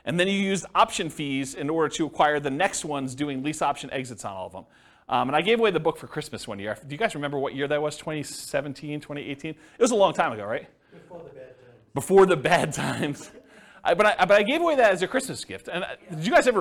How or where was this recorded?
live audience